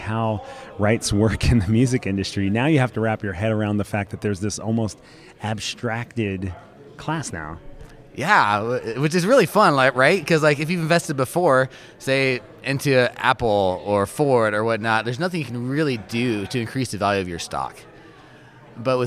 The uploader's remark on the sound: Reporting live from SXSW!